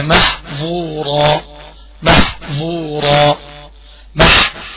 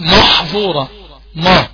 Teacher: حافظ على ترقيق الميم والحاء · Shown in: first take · وبعدين الظا محظورة مح اهي مرققة خالص وبعدين الظا افخمها وبعدين الواو أقوم راجع بها مرققة تاني وبعدين الراء أقوم طلع بها مفخمة مح مح زورا مح زورا.